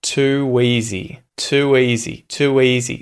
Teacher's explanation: And as the lips open up and go to the next vowel, it sounds like you're linking them with a W sound.